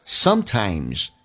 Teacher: 如果单个的不连音的话，这个 z 可以趋向于发近似于 s 这个发音，但是它比实际的 s 稍微的短促一点